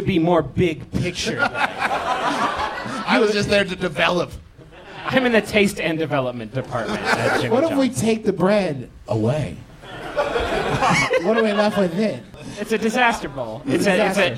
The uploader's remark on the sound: We're live once again from MaxFunCon 2015 in beautiful Lake Arrowhead! We and the audience enjoyed a nice leisurely Sunday morning show.